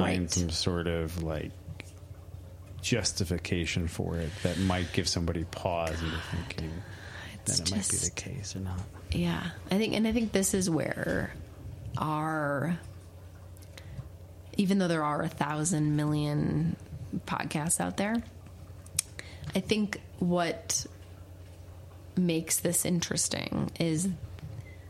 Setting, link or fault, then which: fault, sounds in the background